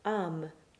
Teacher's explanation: When we see the circumflex accent on the letter A, it generally turns it into a dark A